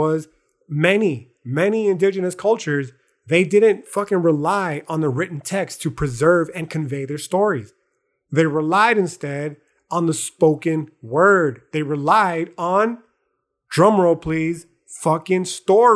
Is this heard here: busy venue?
no